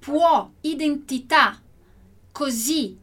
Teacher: O som dessas últimas letrinhas aí é bem aberto, né? Então, é assim que funciona o acento grave no italiano. · Term: som aberto